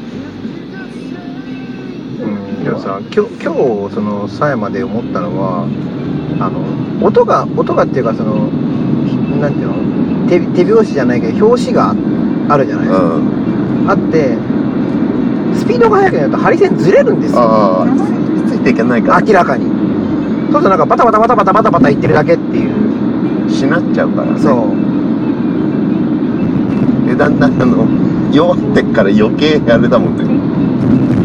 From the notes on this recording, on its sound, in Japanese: 2022-23シーズンのWEリーグ最終戦を見に行った帰りに車内で緊急収録(笑)。音声聞きづらい所はご容赦を！